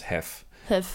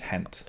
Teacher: Like there's the unvoiced versions of all the ending consonants.